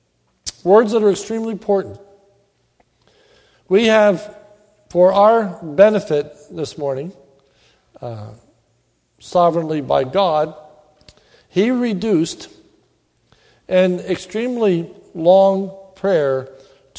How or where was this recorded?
large echoing room